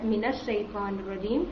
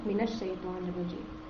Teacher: تو یہاں پر بھی یہی ایکسیپشن ہمارے پاس آ رہی ہے، من الشیطان الرجیم، नॉर्मली हमें नून नॉर्मली कोई भी साकिन लेटर जब हम आगे मिलाना चाहते हैं तो हम उसको कसरा देते हैं, लेकिन मिन हमारे पास एक एक्सेप्शन में आता है कि मिन का जो नून है उसको जब हम आगे मिलाना चाहते हैं तो उसको हम फतहा के साथ आगे मिलाते हैं, मिन शैतान रजीम।